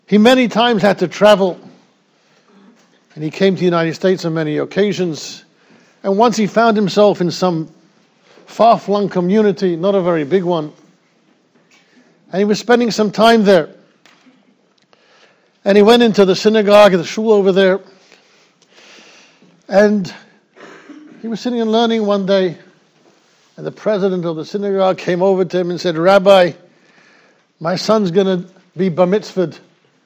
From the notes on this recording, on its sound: Shiur recorded in Yeshivas Ohr Reuven, Monsey, NY.